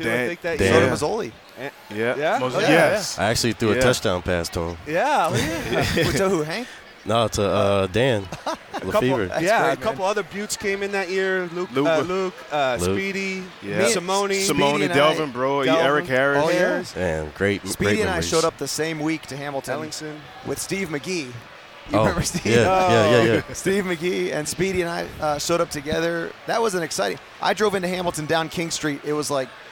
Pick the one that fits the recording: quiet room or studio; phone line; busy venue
busy venue